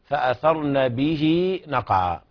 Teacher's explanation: فأثرن، نخرج طرف اللسان في الثاء، فأثرن به نقعا، ونشبع الهاء بمقدار حركتين، فأثرن به نقعا بهذه الطريقة، ونقلقل القاف ونرقق العين بعدها. ويلاحظ عدم مد الألف بزيادة عن حركتين.